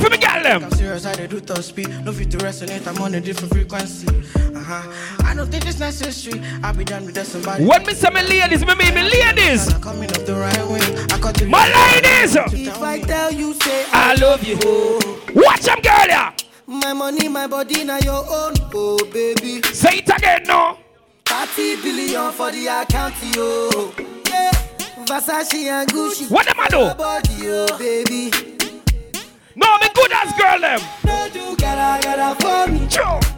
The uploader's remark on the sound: LIVE AT TIPSY THURSDAYS 9TH JUNE 2022